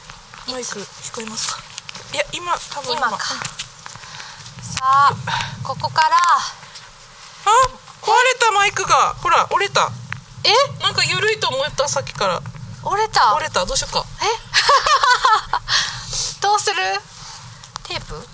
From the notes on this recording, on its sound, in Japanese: 若杉山。山での収録と下山後のアフタートークを合わせて作っています。